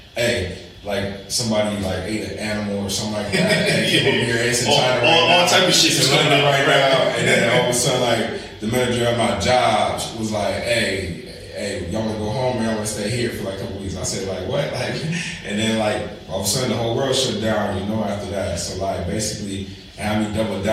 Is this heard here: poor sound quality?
yes